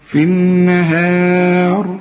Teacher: في النهار الراء بس هي اللي هنفخمها